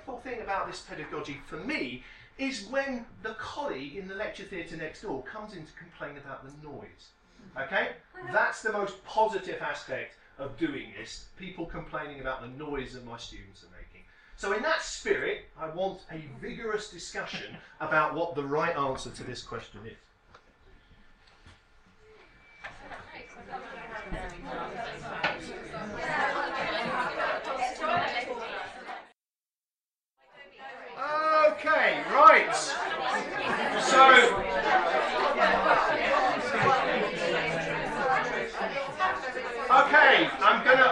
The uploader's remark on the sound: Speaks at SRHE Academic Practice Network Event - Pedagogy and Innovation: A critical appraisal.